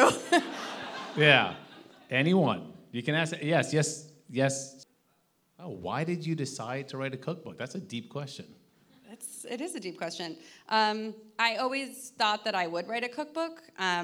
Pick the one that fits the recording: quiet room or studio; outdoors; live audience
live audience